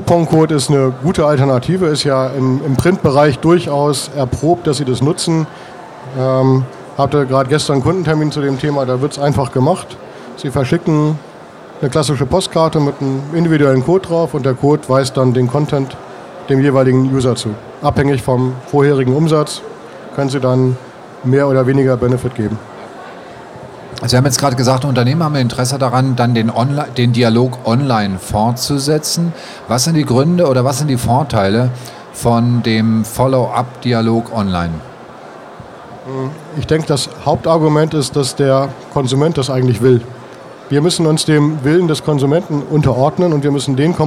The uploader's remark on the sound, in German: Dieses Webinar fand live auf den mailingtagen statt.